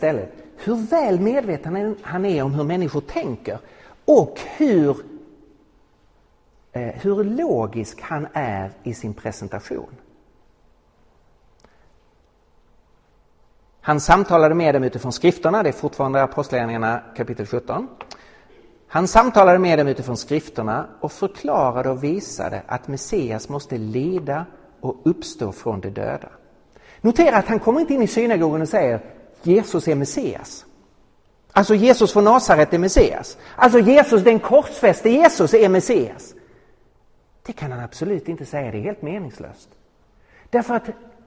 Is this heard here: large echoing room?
yes